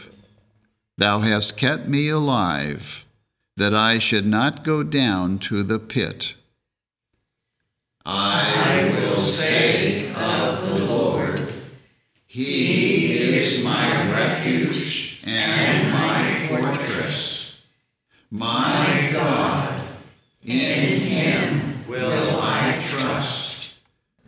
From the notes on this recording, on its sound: The Sunday service audio from April 9th, 2023